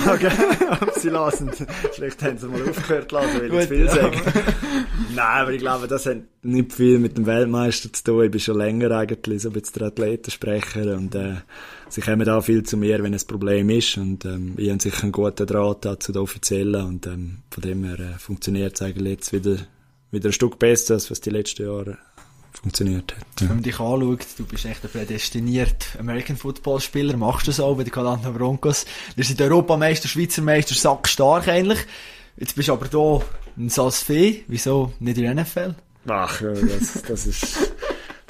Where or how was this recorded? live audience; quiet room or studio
quiet room or studio